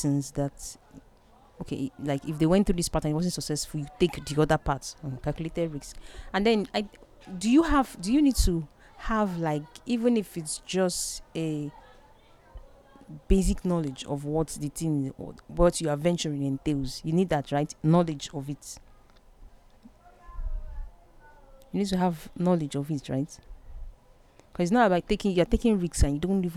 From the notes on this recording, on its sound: I apologize for the background noise. I was in the ladies' room just to show them what I newly had discovered and then we started talking. I hit the record button and then this happened.